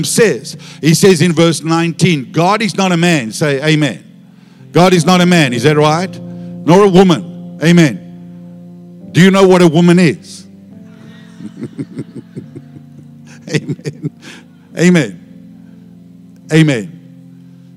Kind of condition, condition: setting, large echoing room